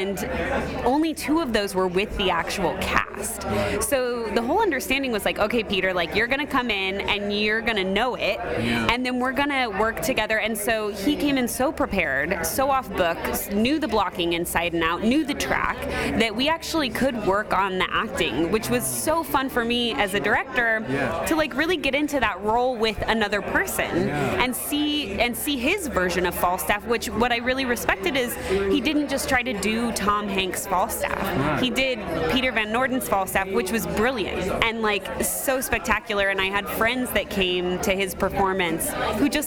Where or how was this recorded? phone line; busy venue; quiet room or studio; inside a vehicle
busy venue